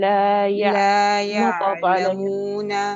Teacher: العين خفي ضغطك على مخرجها واعطيها جريان جزئي لصوتها